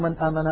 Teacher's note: النون ظاهرة عند الهمزة لأن النون من طرف اللسان والهمزة من الحلق · Term: الإظهار